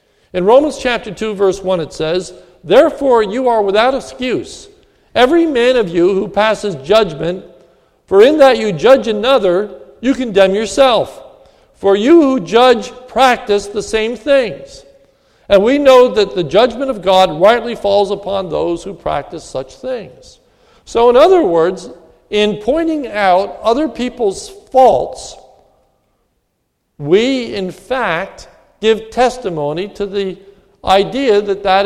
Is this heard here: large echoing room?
yes